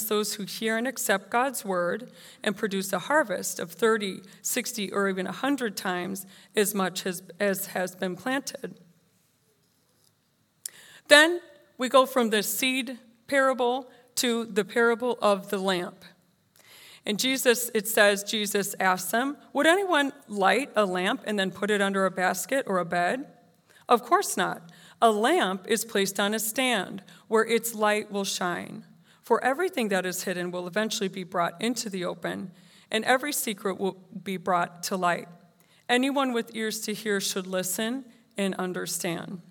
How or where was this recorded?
live audience